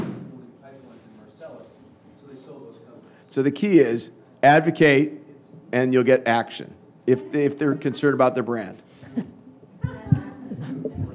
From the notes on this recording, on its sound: Recorded Friday, October 17, 2014 at the national Bioneers Summit Conference in San Rafael, California.